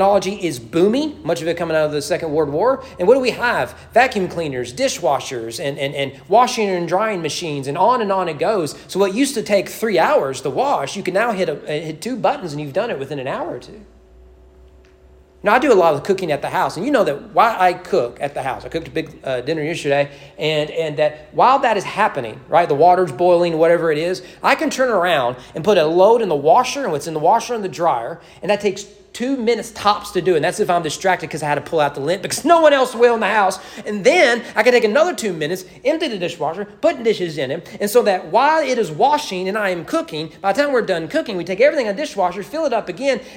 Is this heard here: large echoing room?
yes